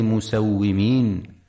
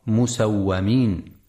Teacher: في كلمة مسومين ينتبه القارئ برواية حفص لكسر الواو وعدم فتحها · Shown in: first take · فلا يقرأ مسومين.